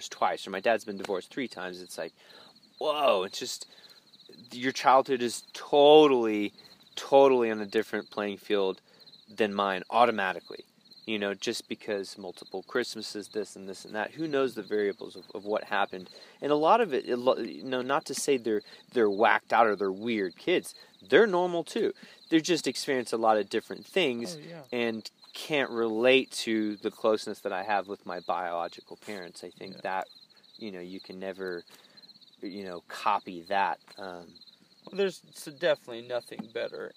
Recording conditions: outdoors